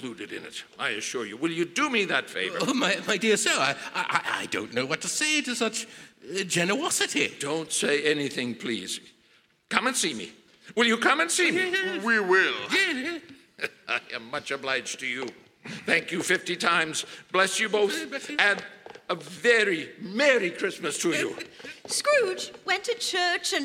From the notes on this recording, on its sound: Re-Imagined Radio's 2015's live performance by the Willamette Radio Workshop at Kiggins Theatre in downtown Vancouver, Washington.